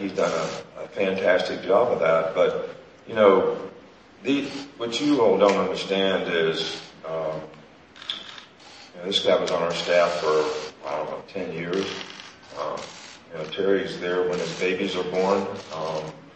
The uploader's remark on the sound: fielded questions in the Grand Ballroom of the Sheraton Atlanta Hotel